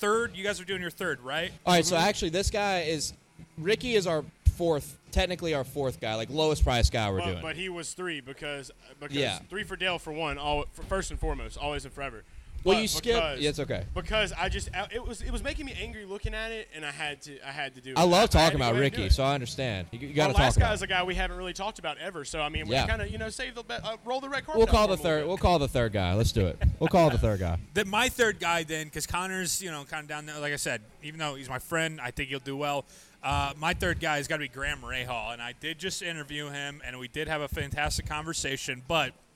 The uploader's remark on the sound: LIVE from Hooters in Downtown Indianapolis